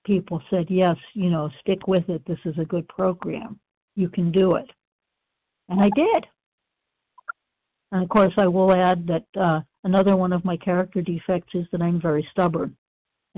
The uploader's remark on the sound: the 100 Pounders Phone Meeting